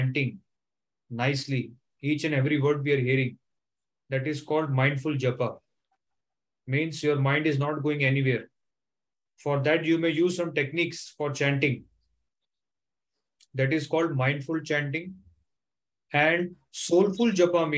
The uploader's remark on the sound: Online Zoom Class